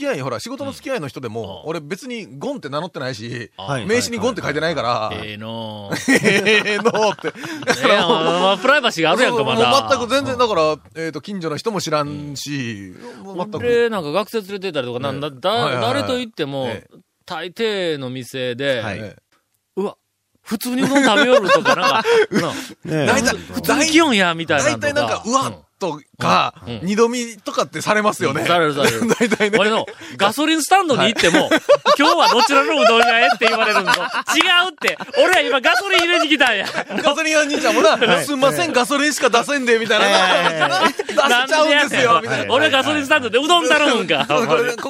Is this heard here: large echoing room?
no